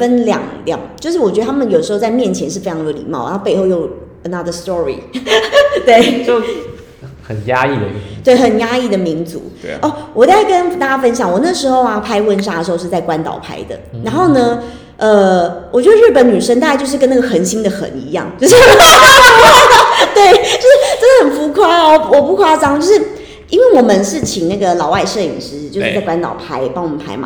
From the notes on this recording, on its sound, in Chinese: 我現在上架才發現錄的時候回音有點重。